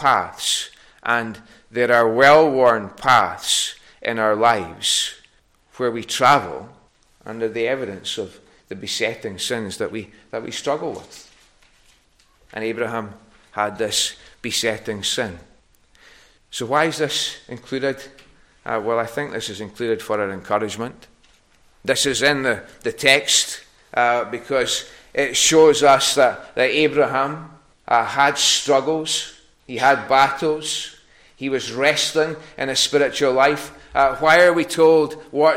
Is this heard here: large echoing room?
yes